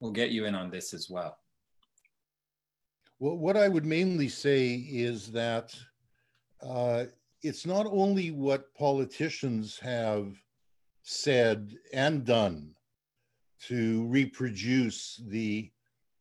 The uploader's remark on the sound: Recording of TWT & Verso's webinar